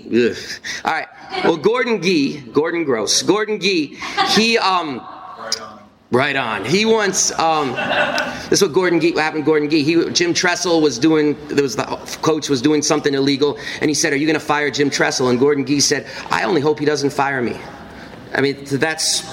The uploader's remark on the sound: Then, in front of a live audience, I do a talk about the political lessons of the Mizzou football strike against racism.